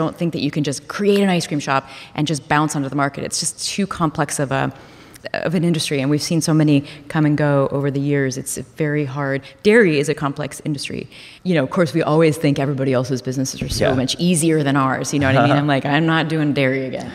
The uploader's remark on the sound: Live From The HIBT Summit